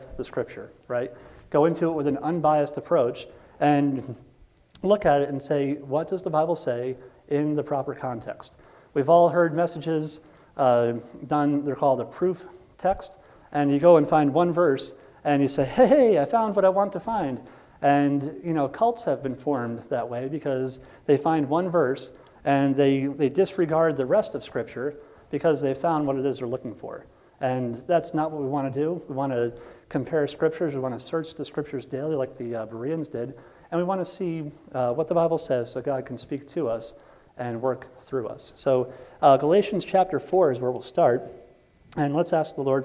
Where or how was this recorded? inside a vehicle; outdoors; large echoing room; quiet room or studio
large echoing room